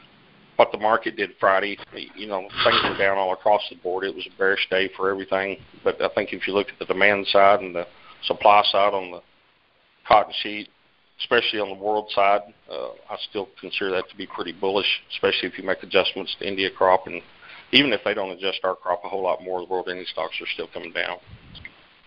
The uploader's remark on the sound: August 2018 Monthly Conference Call